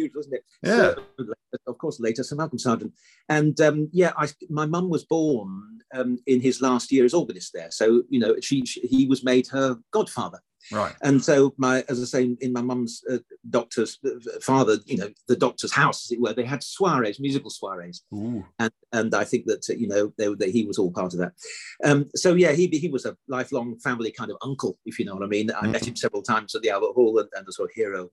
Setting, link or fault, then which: link, video call